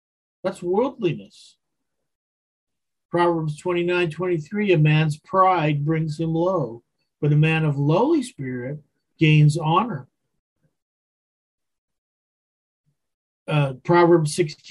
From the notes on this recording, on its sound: Wednesday Zoom study.